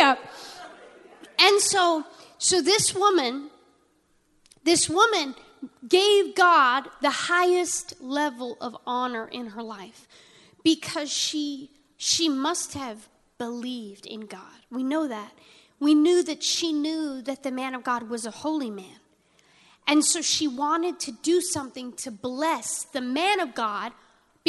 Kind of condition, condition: setting, large echoing room